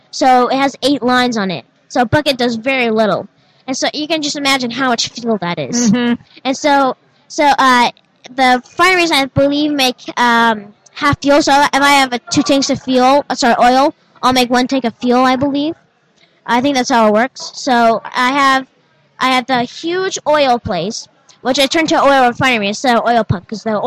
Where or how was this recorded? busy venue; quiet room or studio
busy venue